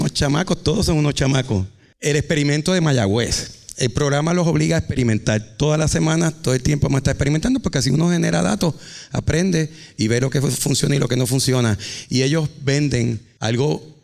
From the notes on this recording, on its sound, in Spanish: ¡En vivo desde el Boricua Emprende Fest!